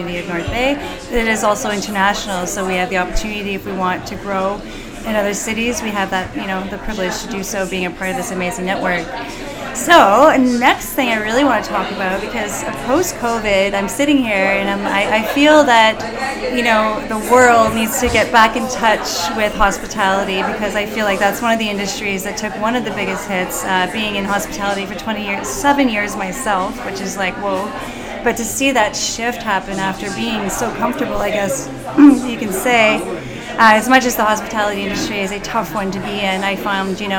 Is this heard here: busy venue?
yes